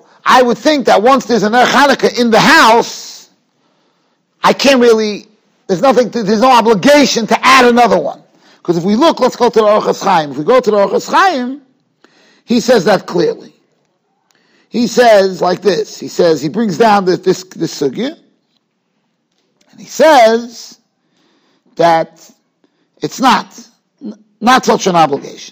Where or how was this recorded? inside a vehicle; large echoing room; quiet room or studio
large echoing room